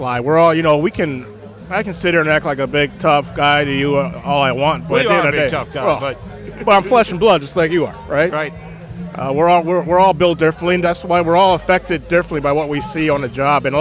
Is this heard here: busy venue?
yes